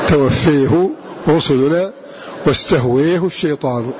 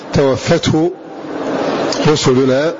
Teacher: فهكذا يقرأ حمزة بعد أن ذكر اللفظين، فإنه أماله إمالة كبرى · Shown in: first take